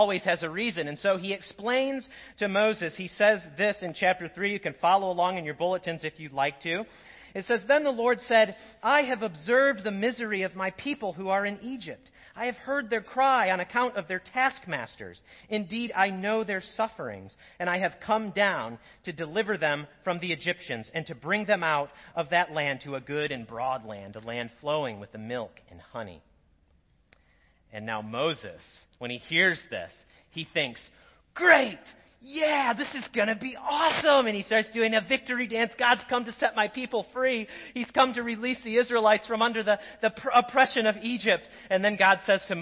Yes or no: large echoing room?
yes